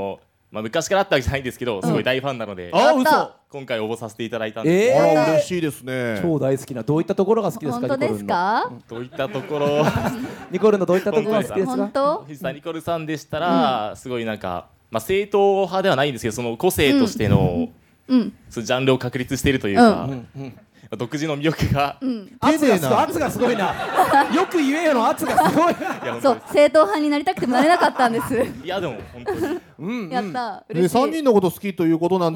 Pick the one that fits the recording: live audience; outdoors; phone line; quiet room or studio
live audience